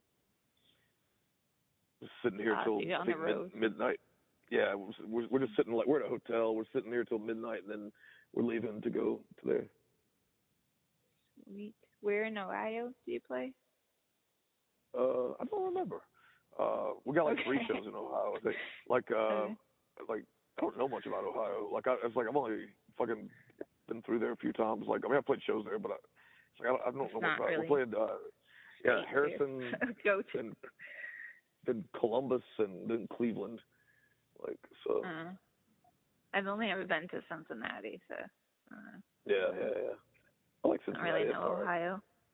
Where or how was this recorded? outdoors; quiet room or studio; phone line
phone line